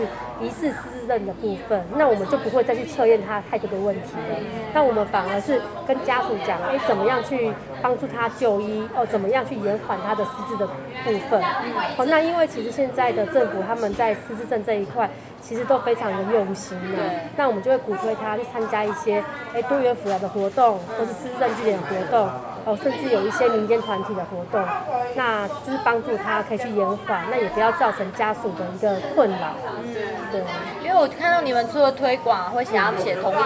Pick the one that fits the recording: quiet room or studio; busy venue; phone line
busy venue